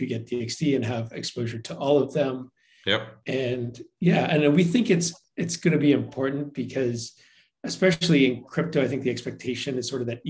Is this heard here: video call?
yes